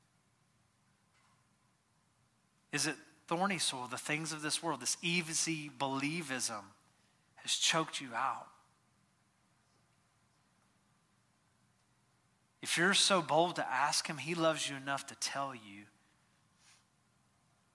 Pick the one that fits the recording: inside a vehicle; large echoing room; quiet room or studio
large echoing room